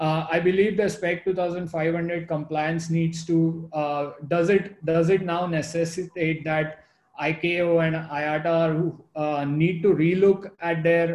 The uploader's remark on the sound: Zoom Call.